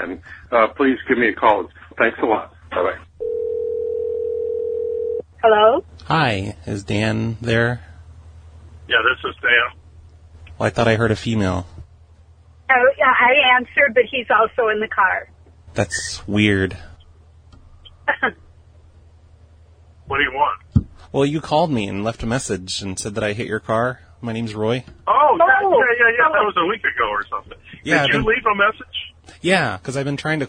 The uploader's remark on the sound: Prank Phone Calls